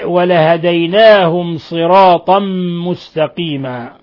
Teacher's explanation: وقرأ الباقون ومنهم عاصم بالصاد الخالصة